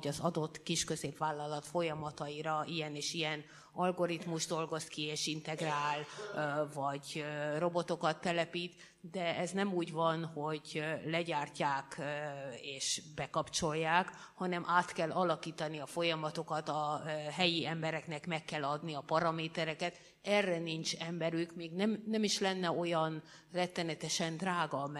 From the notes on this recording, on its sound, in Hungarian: Rendezvényének felvétele. Az Eötvös Csoport 2019.